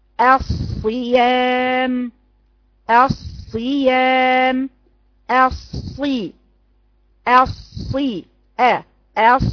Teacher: أس دي يبقى همزة وبعدها سين، لكن أنا بكلمك في همزة أو في ألف بعديها صاد، يعني فيها إطباق وفيها استعلاء وفيها رخاوة وفيها همس، مع إنها في الصيام مكسورة لكن اثر الاطباق بيبان فيها جدا